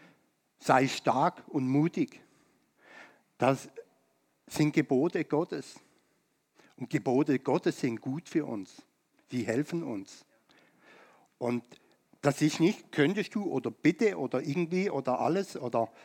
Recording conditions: large echoing room